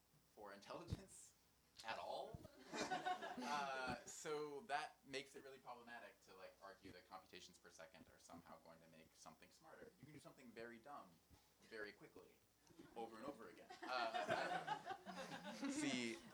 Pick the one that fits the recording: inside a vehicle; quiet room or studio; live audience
live audience